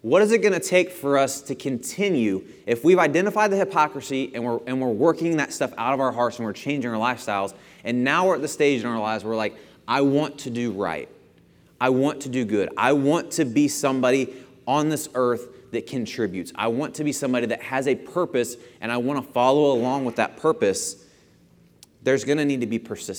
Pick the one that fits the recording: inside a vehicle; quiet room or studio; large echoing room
large echoing room